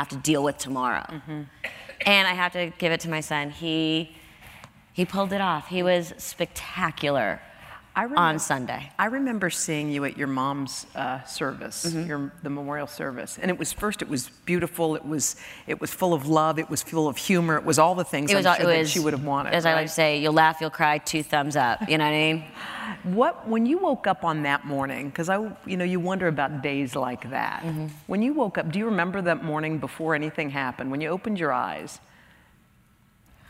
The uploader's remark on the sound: Recorded on May 12, 2015 at New York's 92nd Street Y.